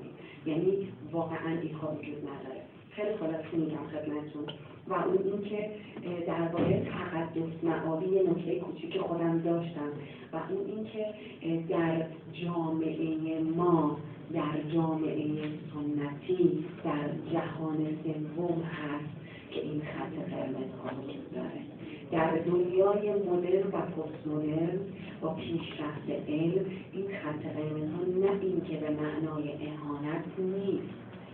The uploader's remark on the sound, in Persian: بصورت حضوری. کیفیت پایین صدای ضبط شده از جلسه مناظره.